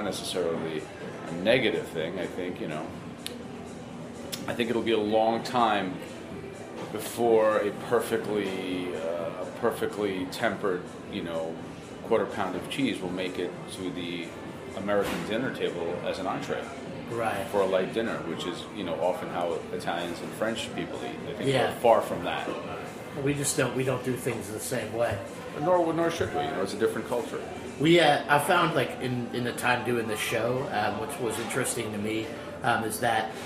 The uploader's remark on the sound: records a special episode of Cutting the Curd on location at Eataly New York.